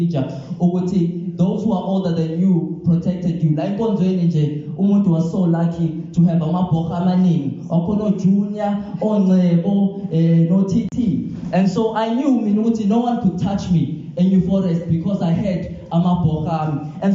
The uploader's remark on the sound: This Sermon was recorded live at Montclair SDA.